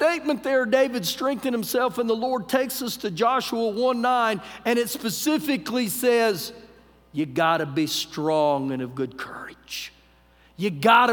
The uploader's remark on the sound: Recorded live during our Wednesday night service